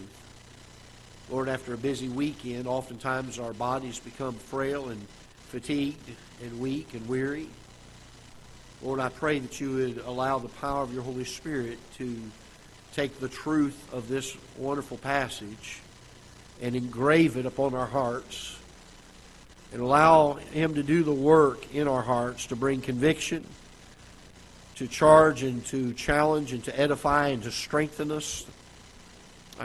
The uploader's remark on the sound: Ketha Heights Baptist Church ~ Live Broadcast